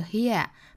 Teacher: 因为单词内部有一个字母 r 美音需要卷舌成 here